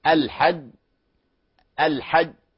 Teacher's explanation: المقلقلة هي الجيم الساكنة الأخيرة · Term: القلقلة